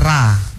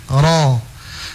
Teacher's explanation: Anu untuk semua ya, untuk semua sudah dibiasakan memang hindari membaca ra, ya, membaca ra, melainkan diusahakan baca dengan ditebalkan ro · Shown in: second take · Tapi menebalkannya poli bukan bibir poli yang di itu yang dikasih bulat ro, bukan.